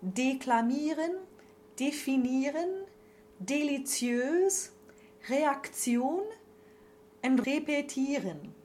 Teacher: the E is closed but short